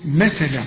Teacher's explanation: انت بتطلع لسانك في الثاء